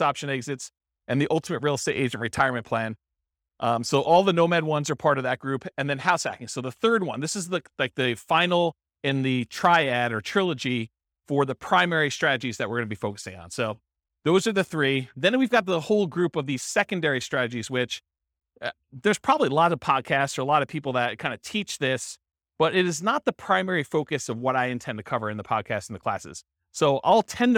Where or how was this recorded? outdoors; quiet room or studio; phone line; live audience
live audience